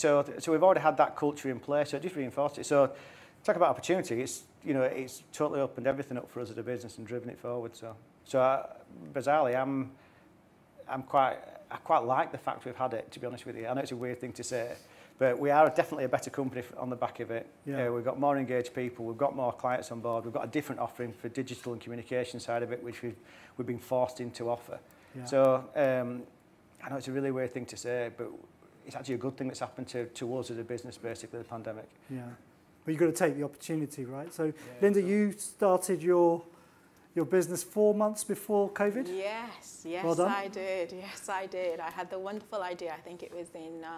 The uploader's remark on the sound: micebook 'talks' at The Mayfair Townhouse event